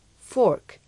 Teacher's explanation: El sonido O debe ser alargado. La R solo se pronuncia en los Estados Unidos.